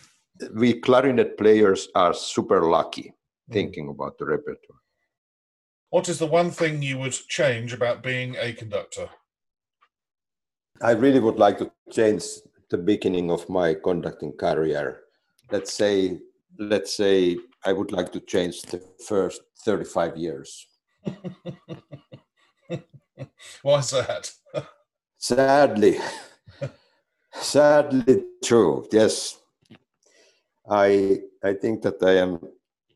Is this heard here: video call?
yes